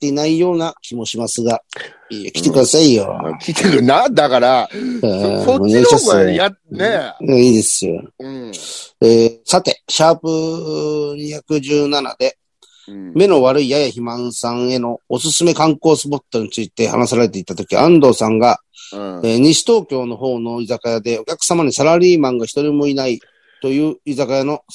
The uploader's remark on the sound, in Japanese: ZOOMで収録